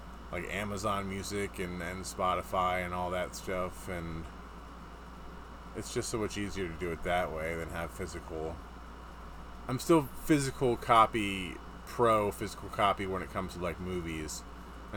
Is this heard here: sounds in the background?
yes